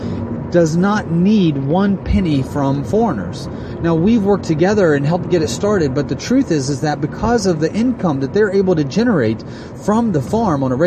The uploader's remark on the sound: While riding in a vehicle traveling just along the border of ISIS controlled territory from eastern Iraq to western Iraq.